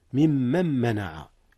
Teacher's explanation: نعم، من من، أصله من من، ثم ممن منع، إدغام النون في ميم منع